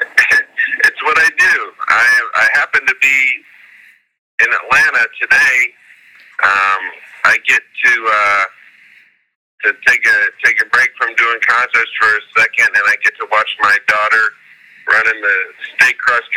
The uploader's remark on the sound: A Phone Call